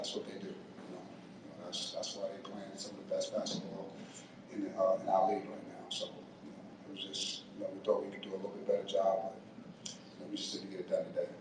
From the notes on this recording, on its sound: Postgame press conference. In the locker room.